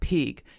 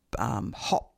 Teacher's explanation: So at the beginning, like pig, it's aspirated. But in hop, it's unaspirated.